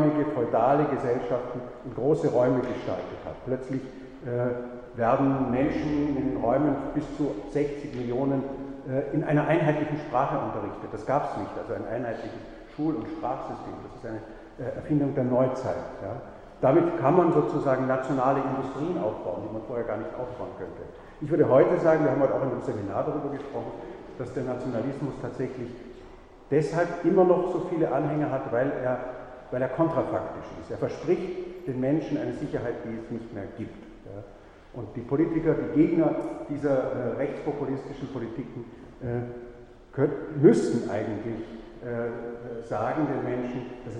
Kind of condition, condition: setting, large echoing room